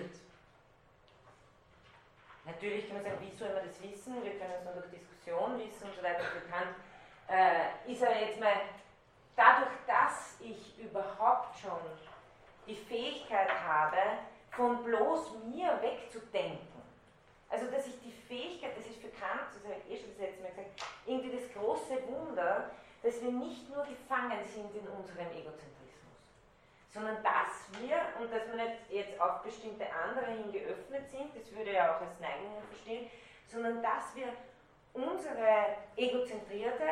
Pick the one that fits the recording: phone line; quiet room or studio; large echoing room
large echoing room